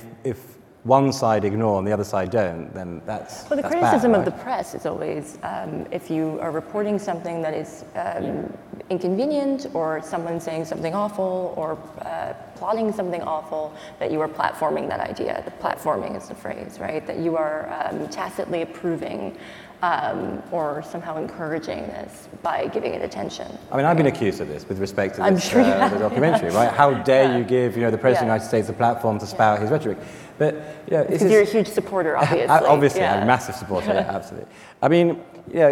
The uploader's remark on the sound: Live at the Code Conference. At the Code Conference in Los Angeles.